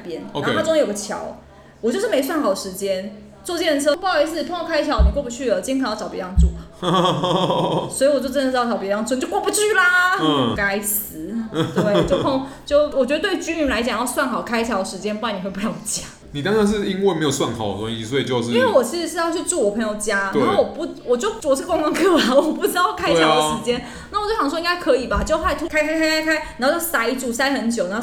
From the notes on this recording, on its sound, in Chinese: 本集白噪音指數：蚊風級 1/5。錄音地點： 某某咖啡 - MOMO Coffee Bistro。